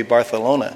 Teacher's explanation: But if you lived in Barcelona, they have a th. They use their tongue with a th, so it would be Barcelona.